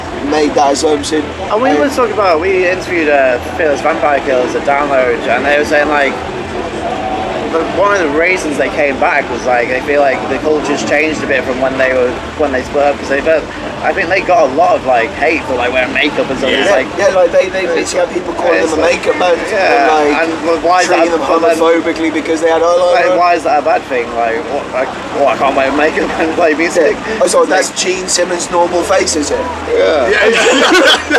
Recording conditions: background noise